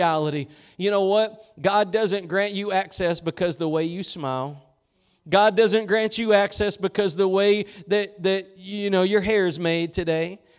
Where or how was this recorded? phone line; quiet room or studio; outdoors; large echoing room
large echoing room